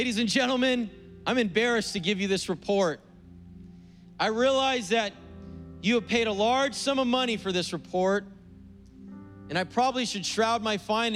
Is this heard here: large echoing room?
yes